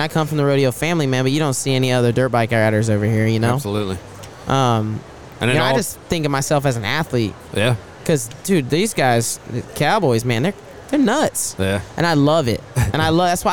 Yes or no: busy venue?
yes